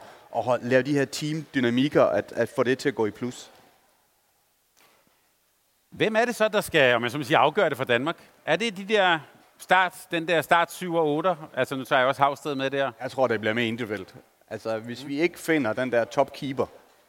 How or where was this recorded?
live audience